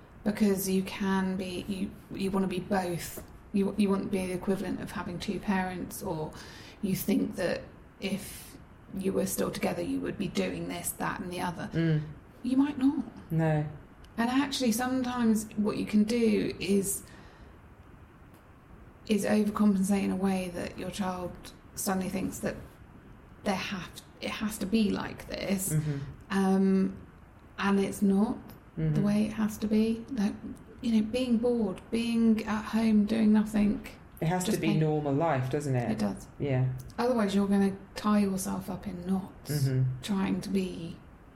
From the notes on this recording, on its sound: Our apologies for the background whirring during this episode. Lap top fan was having a funny 5 minutes (or so..!).